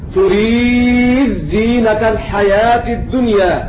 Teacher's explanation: تضغم الدال في الزاي